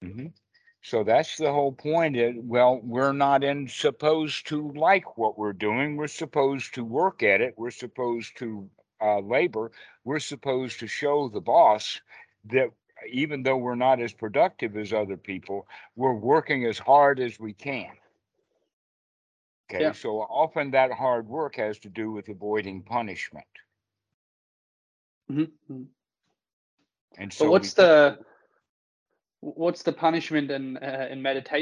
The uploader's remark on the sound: Skype calls on this channel.